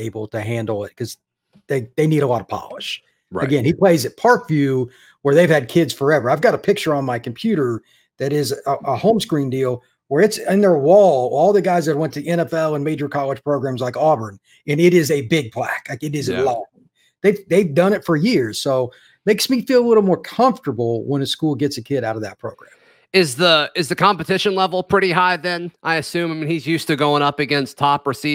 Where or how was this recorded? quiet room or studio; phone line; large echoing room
quiet room or studio